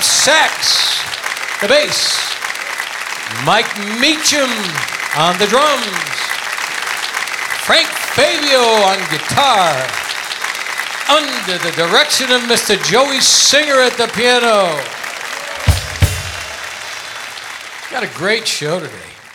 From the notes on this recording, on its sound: Live at the SouthPoint Casino